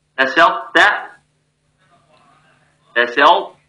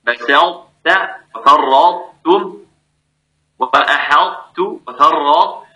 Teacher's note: وكذلك الطاء في التاء، اتفقوا على إدغام الطاء في التاء إدغاما ناقصا في تسلط تسلط مع بيان صفة الطاء بدون قلقلة، ترقيق التاء إدغاما ناقصا، تسلط وفرطتم وأحطت وفرطت.